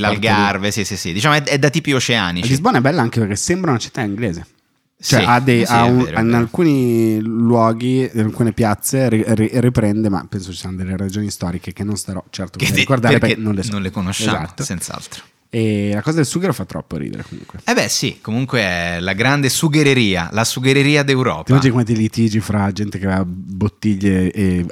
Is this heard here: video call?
no